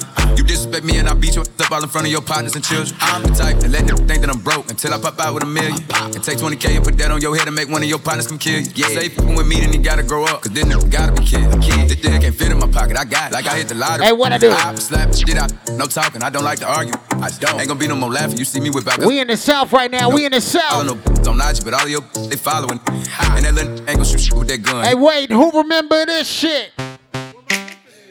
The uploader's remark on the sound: LIVE from Babylon – Woodbridge, VA